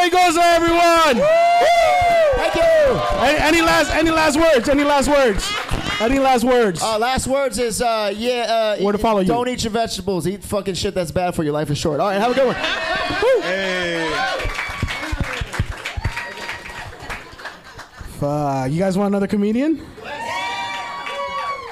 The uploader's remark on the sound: Live from the Factory Bar